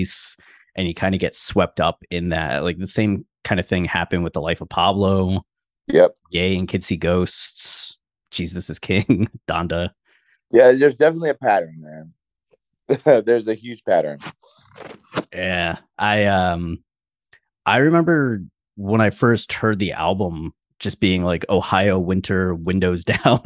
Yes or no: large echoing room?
no